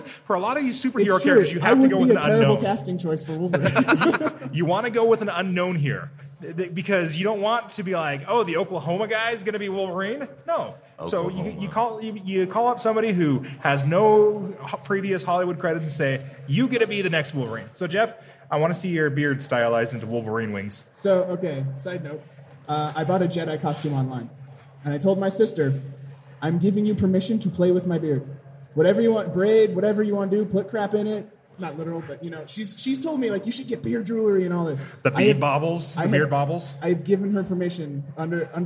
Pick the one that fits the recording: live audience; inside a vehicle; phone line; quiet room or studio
live audience